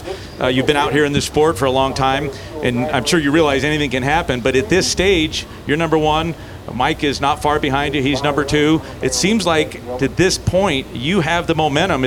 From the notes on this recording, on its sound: LIVE at Vegas.